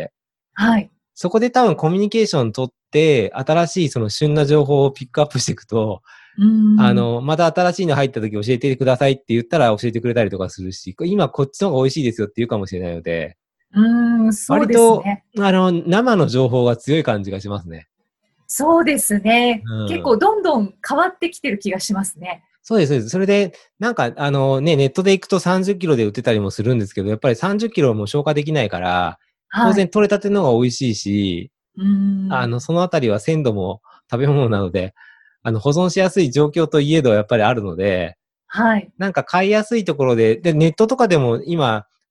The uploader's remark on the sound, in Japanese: オンライン収録のため、通常より音声が劣りますがご了承ください。